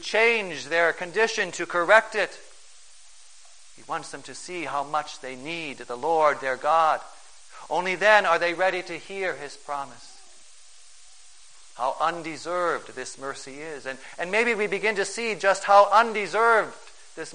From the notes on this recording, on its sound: Preached on March 13, 2011, for the First Sunday in Lent, at St.